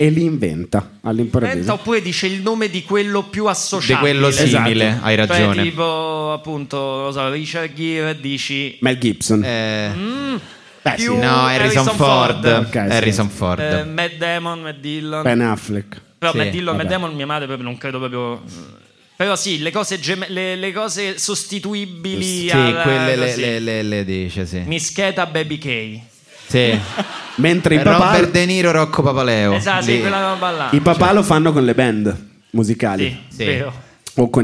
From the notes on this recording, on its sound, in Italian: direttamente dal vivo al Monk di Roma